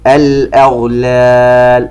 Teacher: تفخيم الغين وترقيق الهمزة